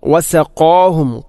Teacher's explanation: ഖാഫിനെ ഉച്ചരിക്കുമ്പോൾ വസഖാ ഖാ അല്പം കനപ്പിച്ച് ഉച്ചരിക്കണം. വസഖാഹും അല്ലാതെ വസഖാഹും അല്ലെങ്കിലോ വസഖാഹും എന്നോ അല്ല ഉച്ചരിക്കേണ്ടത്.